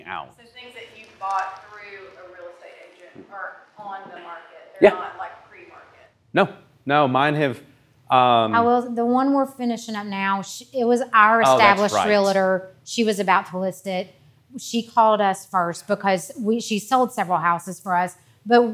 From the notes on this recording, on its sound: This episode is the first of a series of podcasts taken from a time of Q&A at Happy Home's first community meetup.